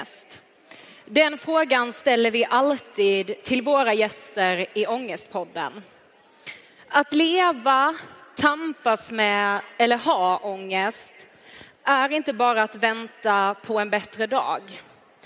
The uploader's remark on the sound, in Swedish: Livepodd från den 6 december 2023 i Avicii Arena.